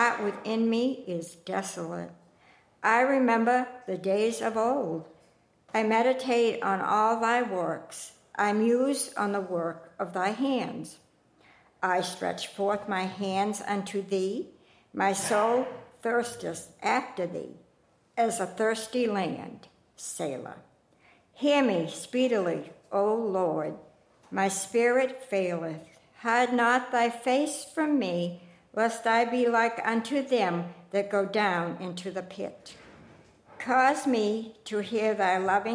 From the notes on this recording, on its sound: First Congregational Church of Clinton, MA -- Service